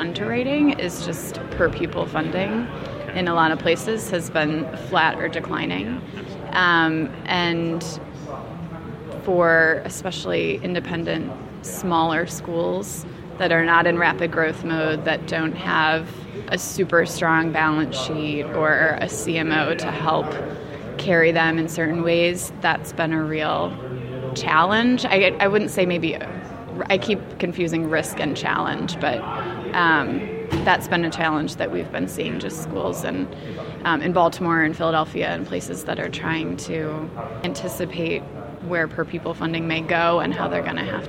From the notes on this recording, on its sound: Goes live at the National Charter Schools Conference in Austin, Texas.